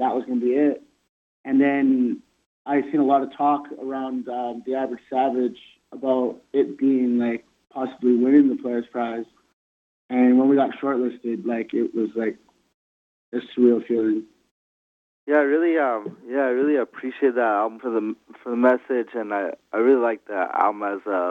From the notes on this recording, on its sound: does a phone interview